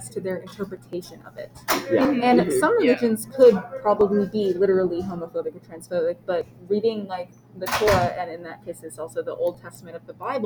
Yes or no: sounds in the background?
yes